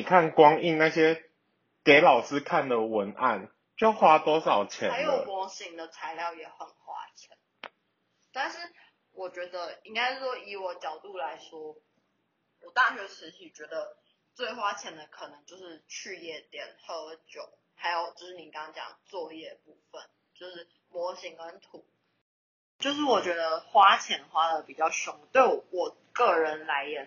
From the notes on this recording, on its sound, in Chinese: 第一次的試錄，有一些音質上的瑕疵煩請見諒～。